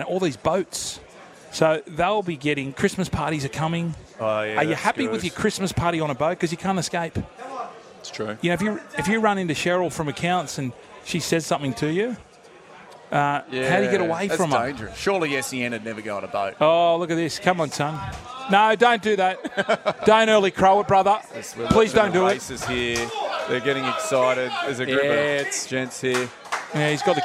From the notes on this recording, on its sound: live from The Sporting Globe